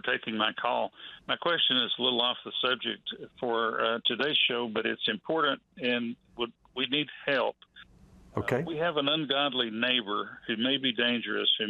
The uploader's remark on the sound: Live Call-In Show